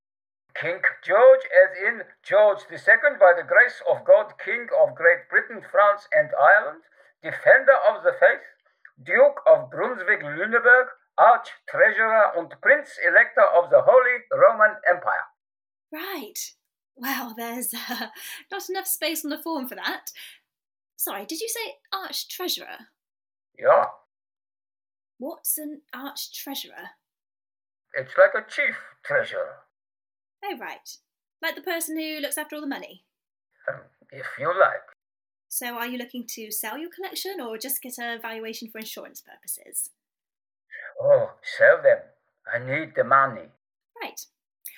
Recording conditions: poor sound quality